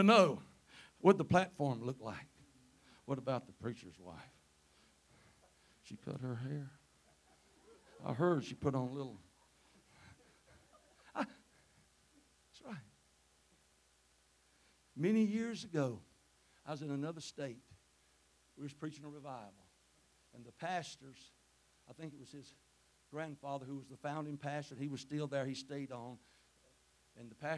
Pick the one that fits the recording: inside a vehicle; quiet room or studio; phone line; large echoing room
large echoing room